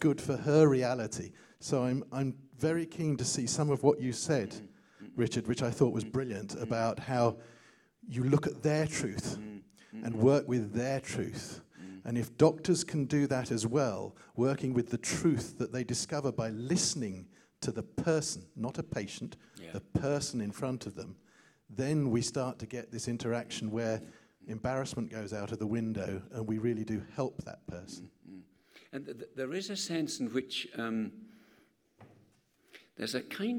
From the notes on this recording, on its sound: Questions from the Medicine Unboxed 2012 audience